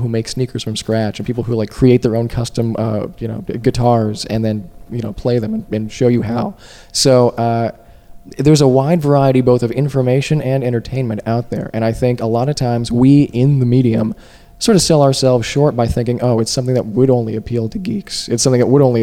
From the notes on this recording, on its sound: Recorded at Podcamp Pittsburgh 2 in August of 2007.